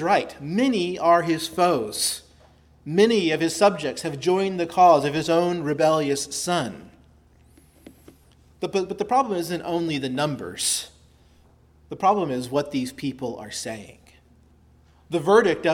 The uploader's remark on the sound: preached at Christ Our Savior Baptist Church